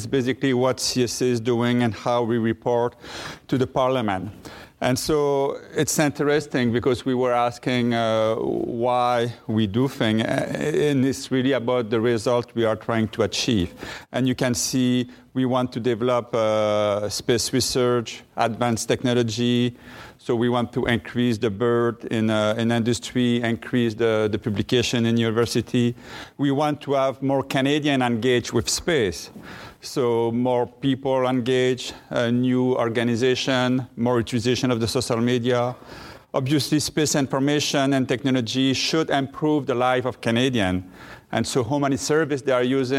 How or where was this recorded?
busy venue